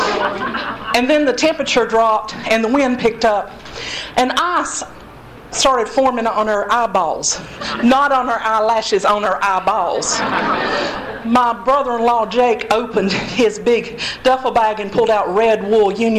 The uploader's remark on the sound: Recorded at the Monti Storytelling Slam at Motorco Music Hall in August, 2012